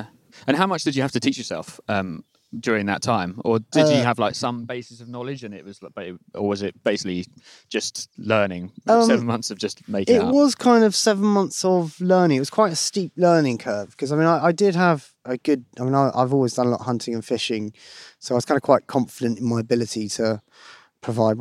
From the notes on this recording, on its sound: spends a day in the East Sussex countryside